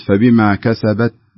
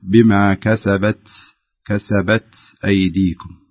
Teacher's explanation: في قوله تعالى فبما كسبت أيديكم، طبعا عندنا هنا التاء كأنك أخفيتها في نطقك لها، علما أنها فيها همس، فلا بد يتضح الهمس حتى يظهر الحرف، لأن الهمس هنا في الحرف التاء يعتبر صفة ملازمة، صفة ذاتية في الحرف · Shown in: second take · إذا ما بين الهمس لن يظهر معك الحرف.